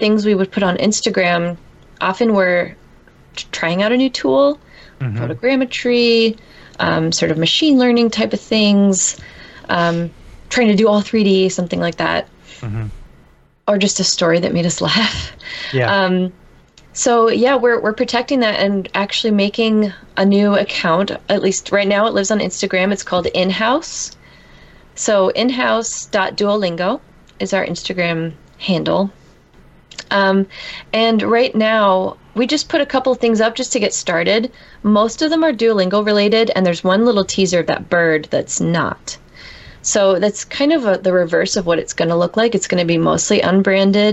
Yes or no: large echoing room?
no